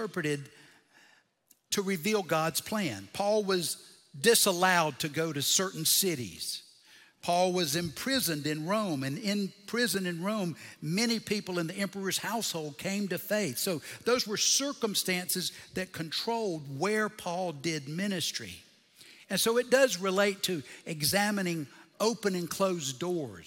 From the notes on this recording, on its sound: Recorded Live at Brookwood Church.